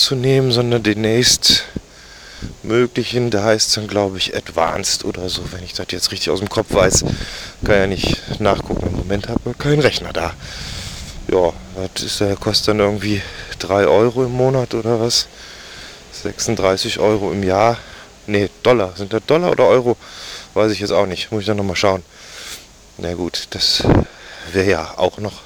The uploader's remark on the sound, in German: Erste Außenaufnahme (windig)! HTC Audio Recorder, AudaCity.